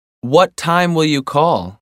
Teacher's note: We use falling intonation when we ask for information.